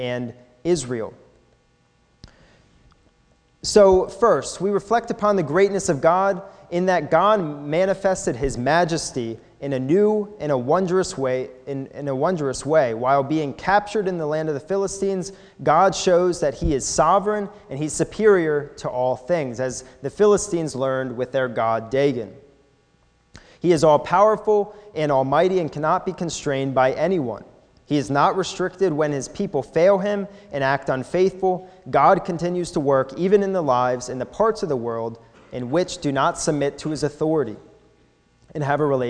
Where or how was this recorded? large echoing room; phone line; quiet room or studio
large echoing room